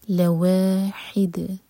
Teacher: یہ ہا حلق سے، دال پر رکیں گے تو دال پر قلقلہ